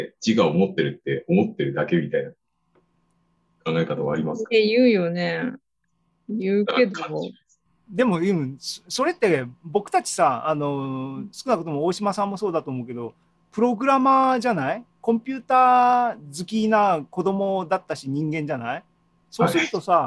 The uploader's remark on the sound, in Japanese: ２０２２年６月２９日に開催した ZOOMライブの模様です